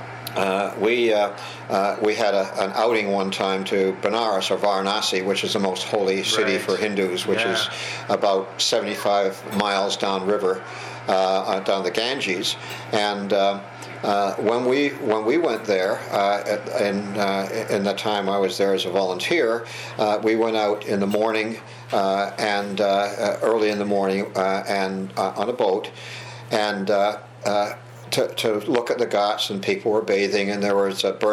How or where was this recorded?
busy venue